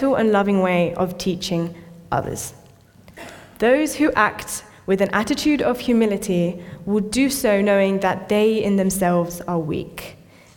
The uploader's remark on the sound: This sermon was recorded on Sunday 27th August 2023 at our Great Denham venue.